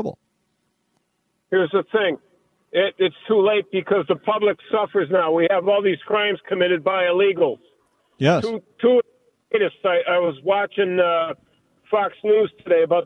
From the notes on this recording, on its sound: take phone calls